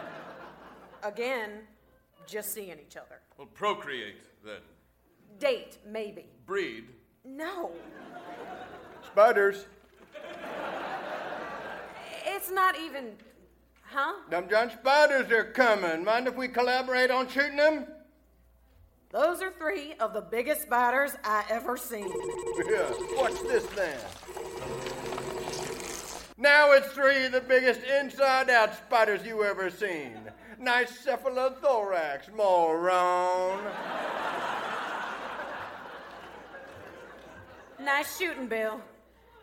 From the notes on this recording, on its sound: Recorded Live 10/3/2010 at Largo, Los Angeles.